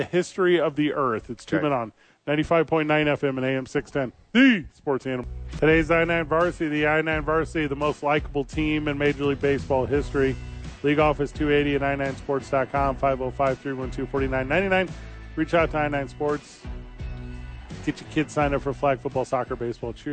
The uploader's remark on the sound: live at the Duke Store.